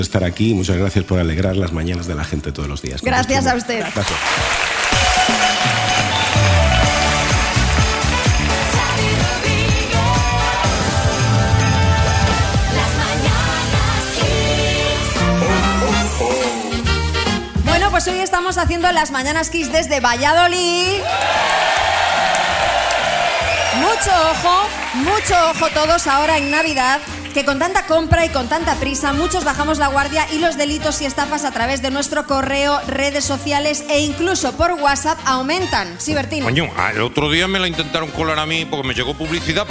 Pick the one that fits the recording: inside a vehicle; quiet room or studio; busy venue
busy venue